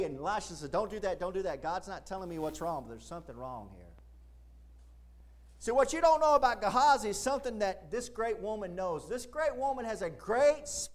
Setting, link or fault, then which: setting, large echoing room